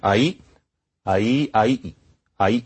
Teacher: there was a little glottal stop in between